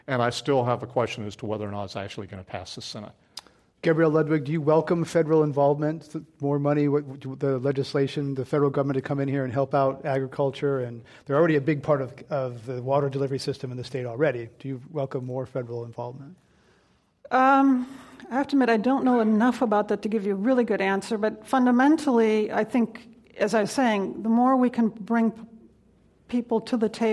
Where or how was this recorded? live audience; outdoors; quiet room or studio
live audience